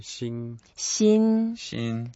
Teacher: 新 is first tone. First tone, flat tone.